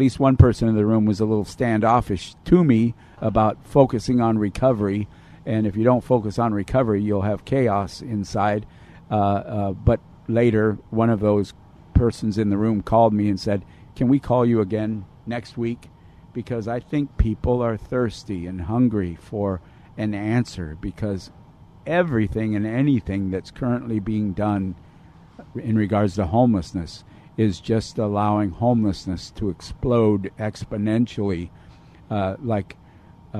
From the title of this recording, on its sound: Live From Union Rescue Mission